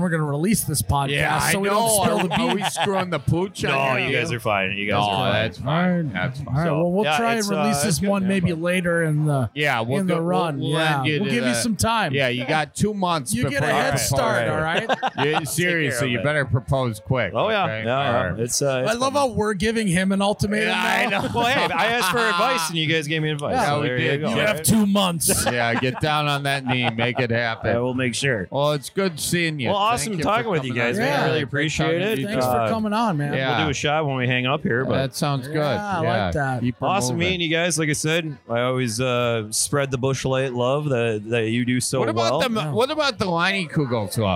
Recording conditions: busy venue